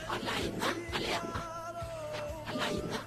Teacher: alene har en diftong så hvis vi sier alene som Jokke så prater vi Oslo Øst